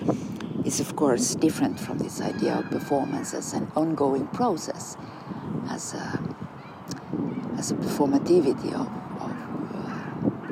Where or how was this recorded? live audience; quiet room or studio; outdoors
outdoors